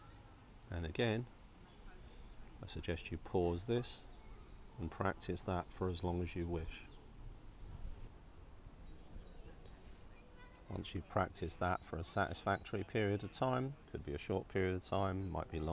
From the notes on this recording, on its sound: This session was recorded in a park (courtesy of coronavirus lockdown stage 4). This is a recording of a live-streamed class from The Loving Awareness Meditation Course.